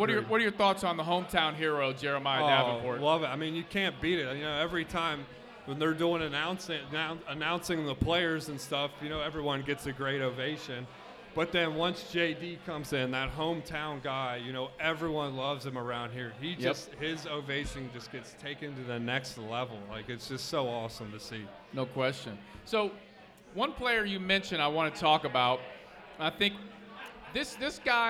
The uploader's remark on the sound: Live at Mio's!